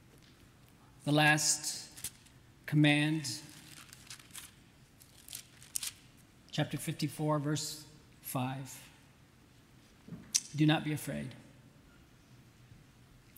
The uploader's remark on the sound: at the 2022 RBC missionary conference